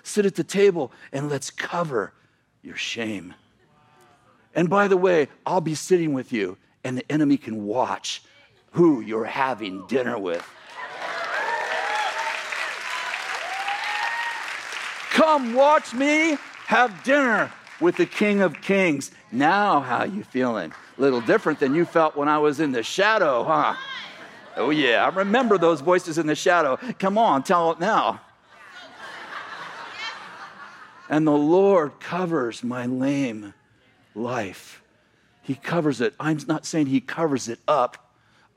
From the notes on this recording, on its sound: message from November 25th, 2018 at Bethel Church in Redding CA